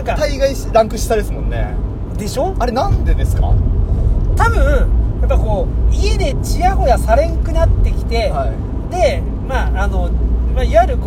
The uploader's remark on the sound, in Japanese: 遠方に向かう営業車の中で連休中の話をしております。